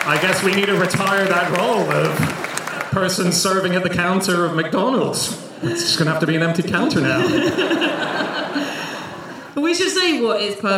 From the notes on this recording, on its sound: Live from Gothenburg